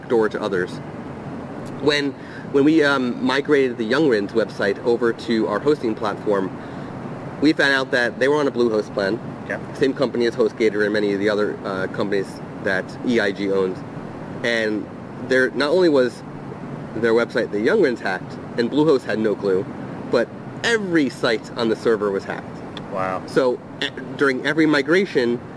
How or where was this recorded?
outdoors